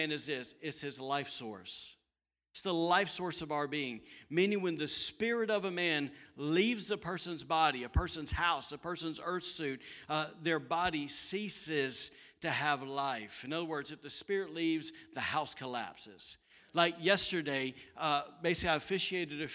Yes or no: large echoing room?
yes